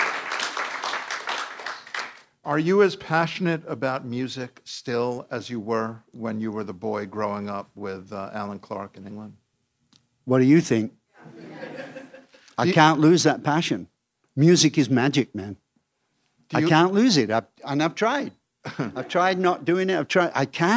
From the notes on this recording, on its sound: This episode was recorded in front of a live audience at Atlantic Records.